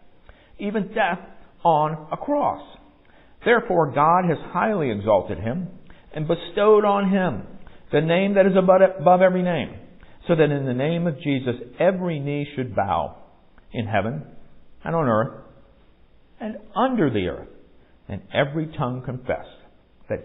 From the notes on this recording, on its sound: Recorded at MPPC on Sunday, November 6, 2022, during worship.